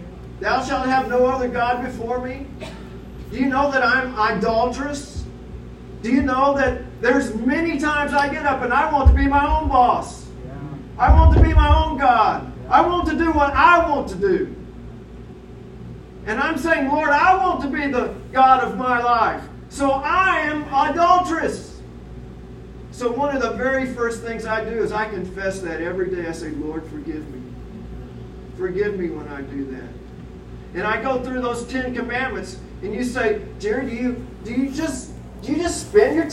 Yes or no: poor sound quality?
yes